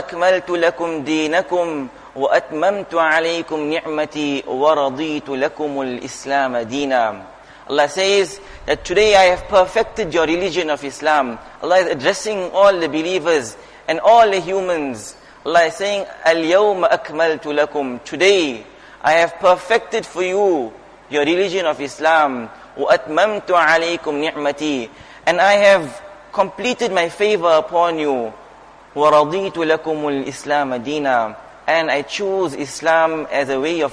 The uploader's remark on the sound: Jumuah Lecture